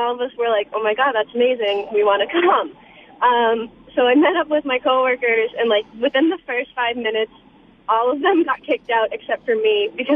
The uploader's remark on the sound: Listeners call